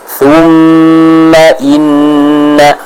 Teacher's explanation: huruf mim dan nun yang bertasydid ini merupakan di antara gunnah yang paling kuat dan paling jelas bacaannya